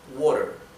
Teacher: La T, que está entre medio de dos vocales, se pronuncia casi como una R del español